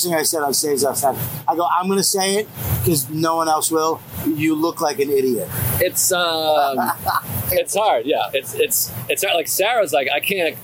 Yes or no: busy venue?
yes